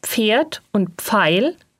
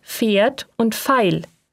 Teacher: Ebenfalls dialektal ist die Aussprache von PF wie F. · Shown in: second take